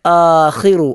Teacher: തൊണ്ടയുടെ ഏറ്റവും മുകൾ ഭാഗത്ത് നിന്ന് ഉരുവിടേണ്ട, പുറപ്പെടേണ്ട അക്ഷരമാണ് ഖ എന്ന അക്ഷരം.